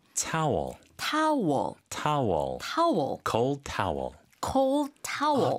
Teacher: 이거 타올이라고 하지 않고 거의 타월에 가깝게 발음을 하죠 · Term: towel 발음